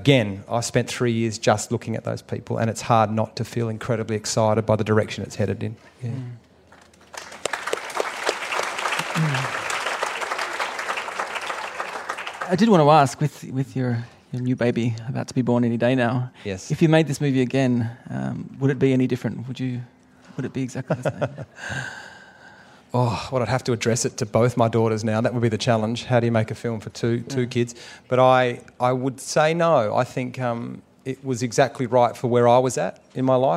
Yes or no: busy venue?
yes